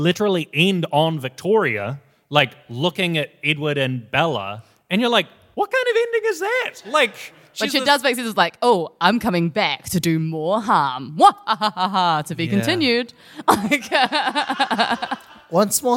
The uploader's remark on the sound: our live audience